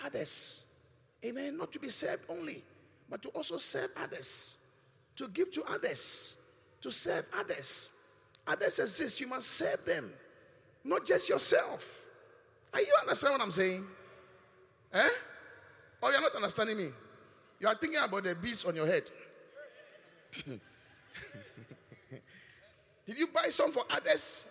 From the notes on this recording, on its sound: Preached at the Qodesh.